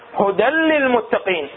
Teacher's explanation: ما في غنة، ادغام كامل سموا هذا